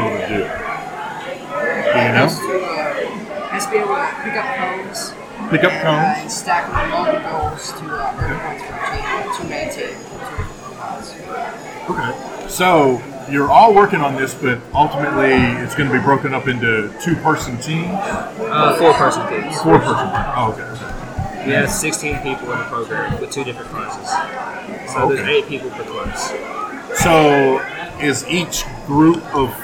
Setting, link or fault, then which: setting, busy venue